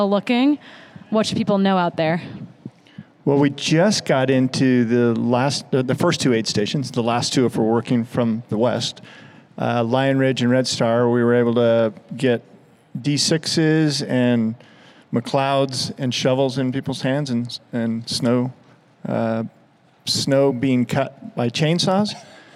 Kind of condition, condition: setting, busy venue